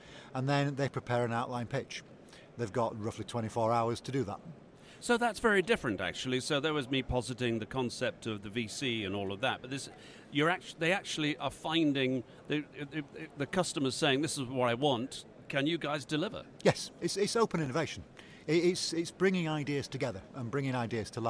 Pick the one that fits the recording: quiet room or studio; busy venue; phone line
busy venue